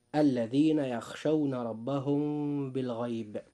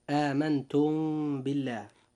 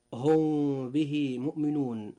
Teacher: وإذا جاء حرف الباء بعد الميم الساكنة الخالية من الحركة كما ترونها، فيجب أن يكون هناك إخفاء شفوي عند النطق